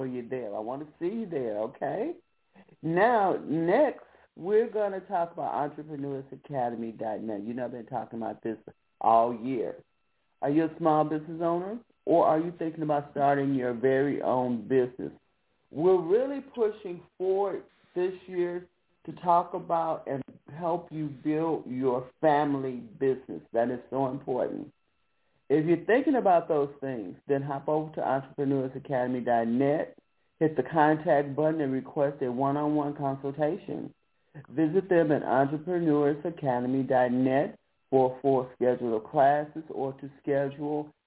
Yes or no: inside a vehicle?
no